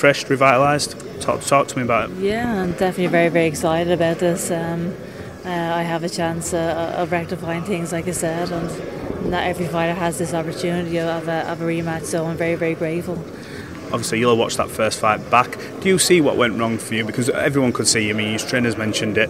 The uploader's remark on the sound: at the press conference